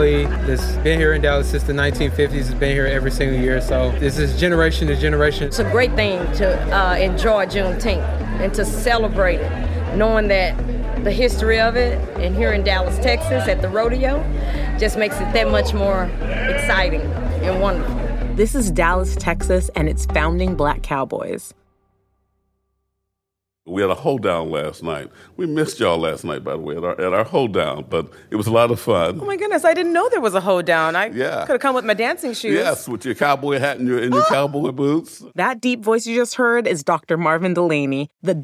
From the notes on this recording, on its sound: Dallas, TX: Celebrate Juneteenth at the Texas Black Invitational Rodeo. From galloping horses and the hoots and hollers of the more than 300 competing Black cowboys and cowgirls. We take you behind the scenes of one of the most popular rodeo events around.